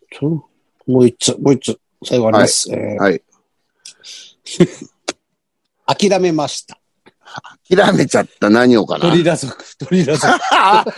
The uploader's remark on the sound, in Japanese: ZOOMで収録